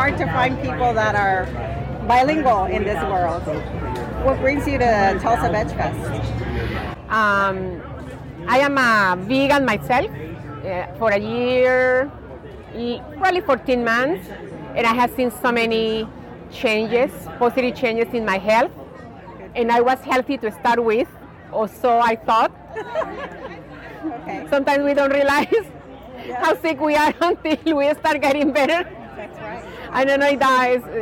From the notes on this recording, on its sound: Live Interviews At The Tulsa VegFest. This was a one-day event where she had a booth, did giveaways, spoke to the public, and conducted short interviews.